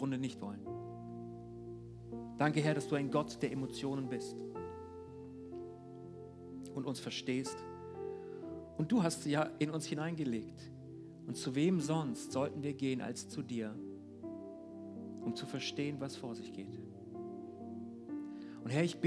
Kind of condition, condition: setting, large echoing room